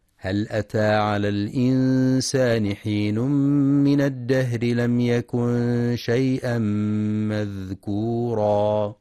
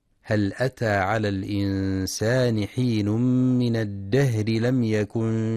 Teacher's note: ينتبه القارئ في كلمة الإنسان للإخفاء الحقيقي، وفي كلمة الدهر لهمس الهاء وترقيق الراء وصلا